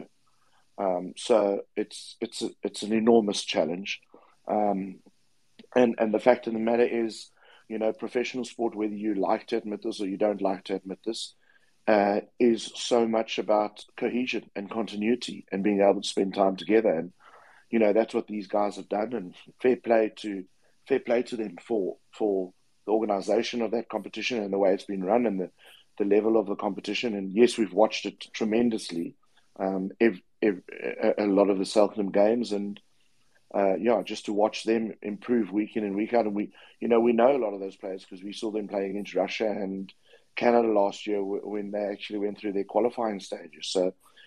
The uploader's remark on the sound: On this replay of Twitter Spaces' "USA Rugby Happy Hour LIVE"